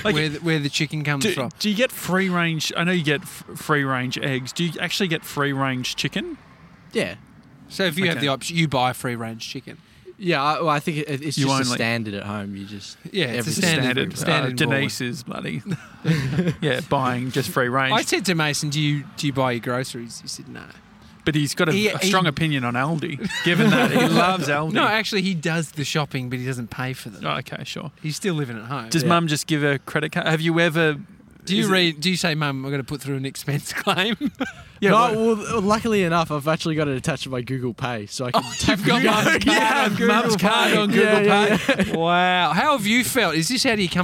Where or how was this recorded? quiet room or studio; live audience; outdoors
outdoors